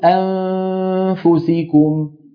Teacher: يعني الغنة تخرج والفم مهيئ على مخرج الفاء، لكن أنا لم ننطق فاء.